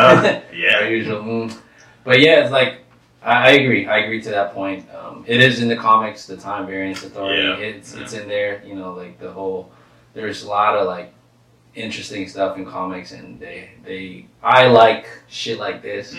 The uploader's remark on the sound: We apologize for the low audio quality for this episode.